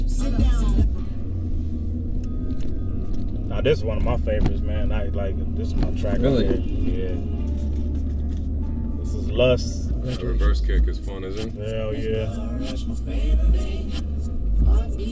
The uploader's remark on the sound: as we were rollin in the car